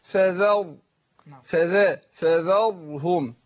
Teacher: لو كانت مكسورة ترقق، لو كانت ساكنة وما قبلها مكسور ترقق برضه. طيب إحنا عندنا هنا فذرهم ساكنة الراء وما قبلها إيه؟ مفتوح. يبقى نعمل فيها إيه؟ تفخم